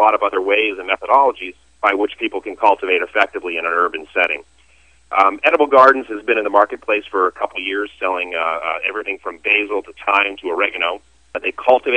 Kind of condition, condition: link, phone line